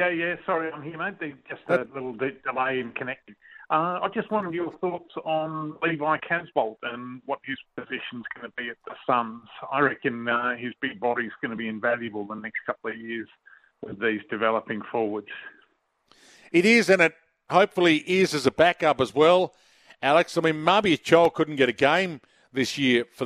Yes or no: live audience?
no